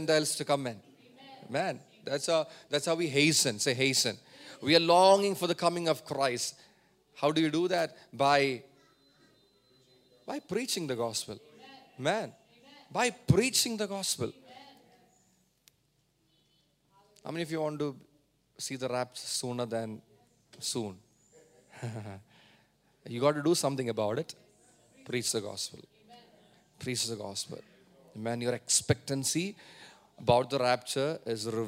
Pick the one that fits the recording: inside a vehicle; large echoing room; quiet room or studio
large echoing room